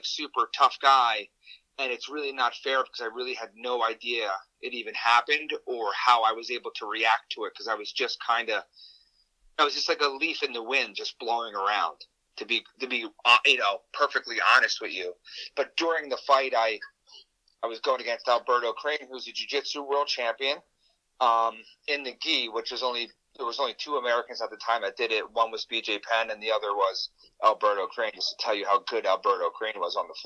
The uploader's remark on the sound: on the phone